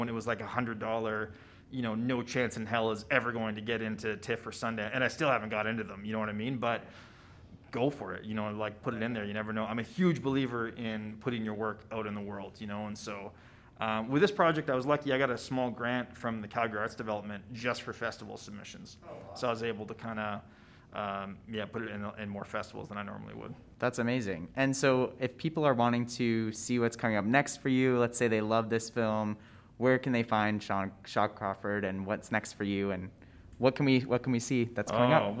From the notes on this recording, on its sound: Live at the 22nd annual Calgary International Film Festival. On premiere night. At this iconic event.